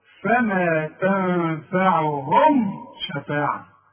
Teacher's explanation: شوف الميم دي أنا وقفت إزاي عليها، ما غنتهاش، أظهرتها وضميت شفايفي خلاف الإخفاء